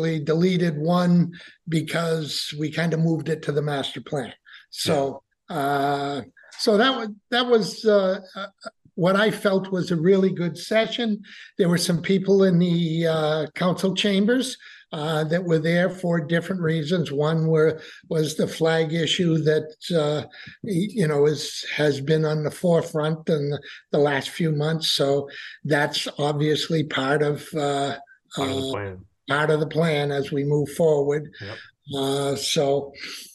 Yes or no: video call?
yes